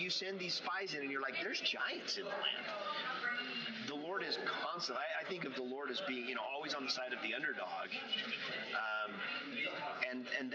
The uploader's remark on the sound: I am sorry for the background noise. Somehow, the microphone settings got skewed and captured way too much background sound in the student lounge at the Pocatello Institute.